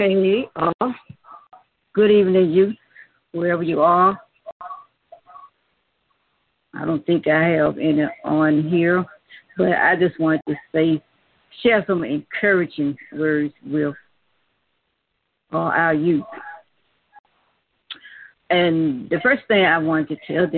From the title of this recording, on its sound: Conference Call